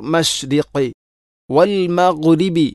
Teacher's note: ഖാഫിനെ അതിൻ്റെ ഉച്ചാരണം മഖ്റജ് ചെറുനാക്ക്. അപ്പോൾ മഷ്രിഖ് വൽ മഗ്രിബി, ചെറുനാക്കിൻ്റെ തൊട്ടിപ്പുറത്ത് അഥവാ തൊണ്ടയുടെ ഏറ്റവും മുകൾ ഭാഗം, മഗ്രിബി, അവിടെയും ഗൈനെ കലക്കല ചെയ്യാൻ പാടില്ല.